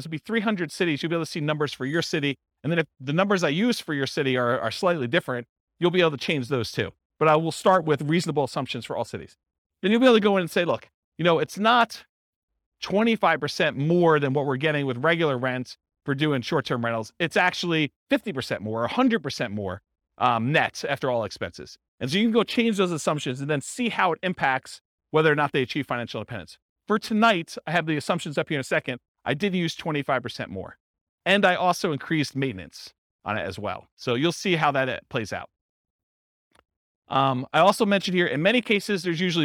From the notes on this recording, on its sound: This was a live class recorded